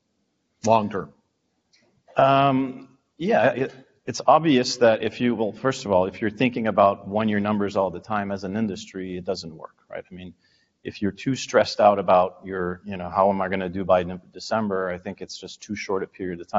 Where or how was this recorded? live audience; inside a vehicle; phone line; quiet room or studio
live audience